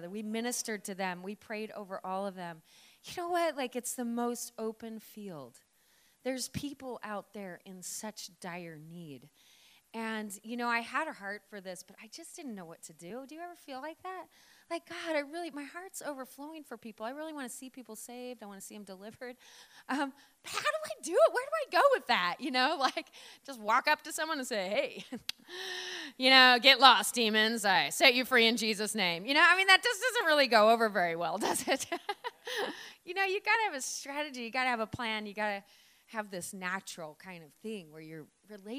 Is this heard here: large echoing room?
yes